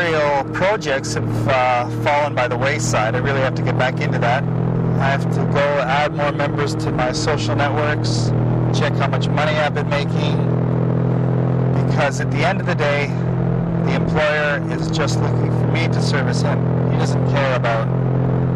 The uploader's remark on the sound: Talking in a Skyline. Driving around the airport.